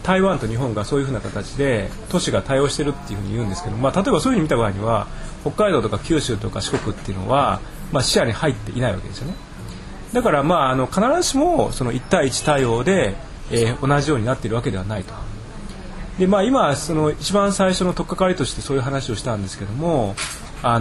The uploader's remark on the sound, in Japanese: 今回は台湾の猫カフェでの収録。台北の猫カフェにて。